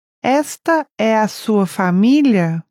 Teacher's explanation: Note the rising intonation of the sentence to indicate that it's a question.